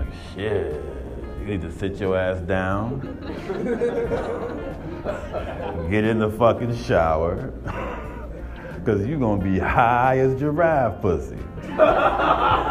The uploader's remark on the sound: 2018 Attack of the Comics Friday night showcase at DC Drafthouse